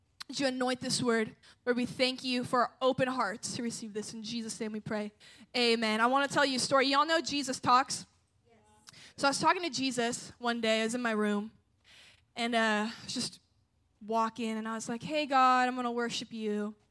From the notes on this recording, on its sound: At a Jesus Followers Sunday night service.